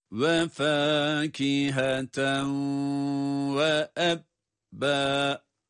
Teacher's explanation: Fa'yı uzatıyoruz, diğerlerini uzatmadan.